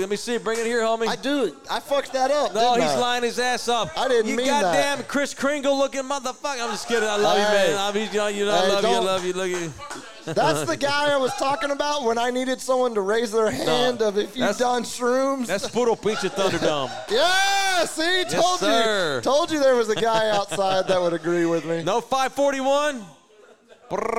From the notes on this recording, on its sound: Live from JT's Sports Bar & Grill in Universal City, Texas.